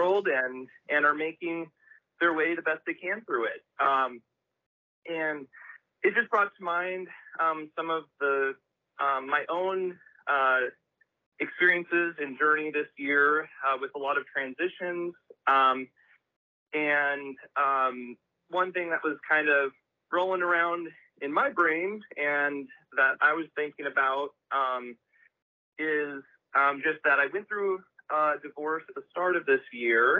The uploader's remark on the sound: taking phone calls from strangers